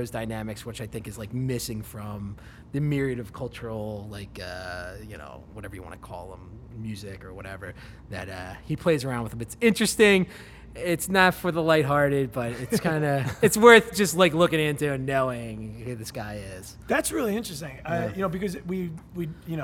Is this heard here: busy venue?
yes